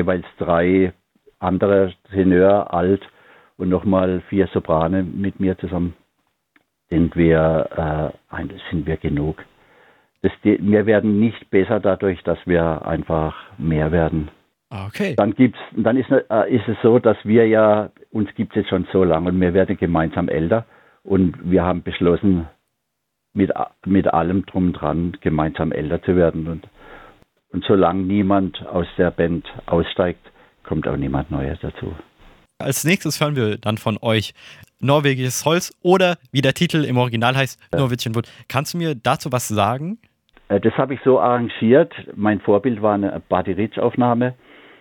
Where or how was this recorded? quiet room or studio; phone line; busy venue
phone line